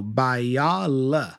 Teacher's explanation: the O in the middle, you know, after L is pronounced the schwa